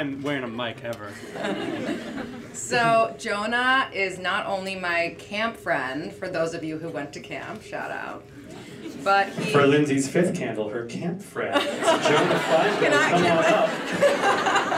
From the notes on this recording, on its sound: is a recording of We Met At UJA, our live panel event